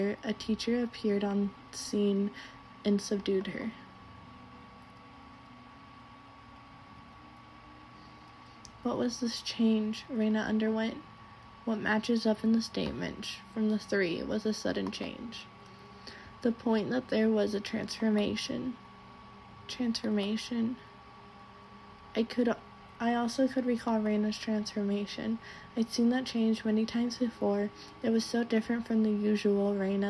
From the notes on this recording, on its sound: This one has the background sound